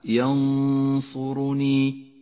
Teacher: بينما الحكم التالي هو حكم الإخفاء، ينصرني تخفى النون بحرف الصاد مع بقاء غنة للنون زمنها حركتان